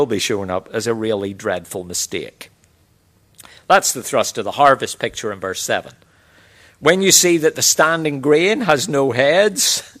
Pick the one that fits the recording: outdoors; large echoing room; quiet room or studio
large echoing room